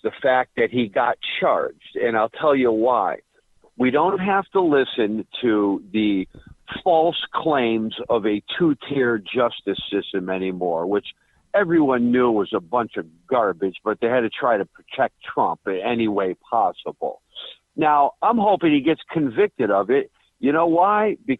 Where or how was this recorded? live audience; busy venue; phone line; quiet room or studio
phone line